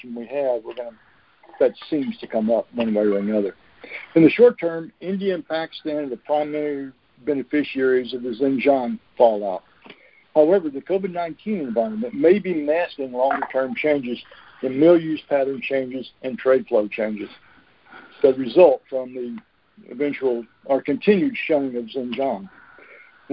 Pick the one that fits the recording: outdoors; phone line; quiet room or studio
phone line